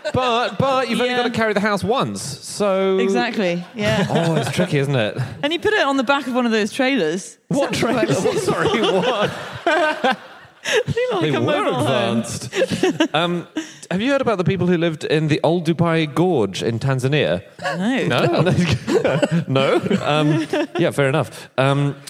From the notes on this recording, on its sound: Live from Newcastle.